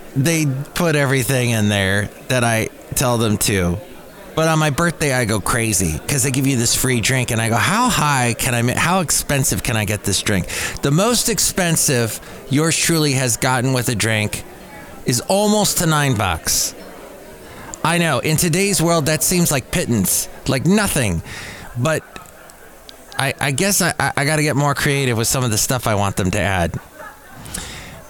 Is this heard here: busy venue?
yes